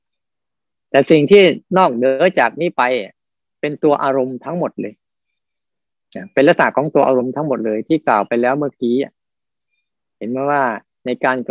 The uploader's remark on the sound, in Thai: คอร์สออนไลน์ (ผ่านโปรแกรม Zoom)